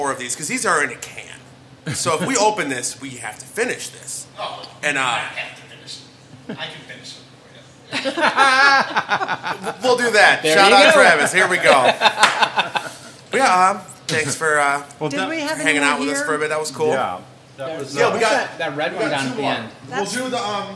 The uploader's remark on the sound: An Afternoon at Viking Artisan Ales. We sat down on location at Viking and sampled all of their brews!